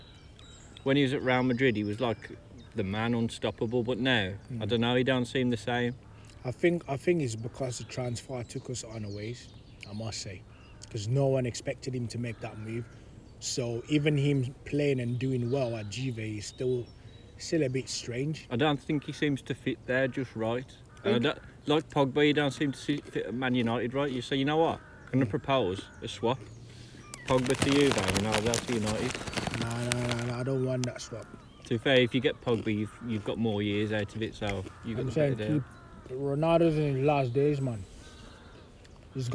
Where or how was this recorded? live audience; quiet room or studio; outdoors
outdoors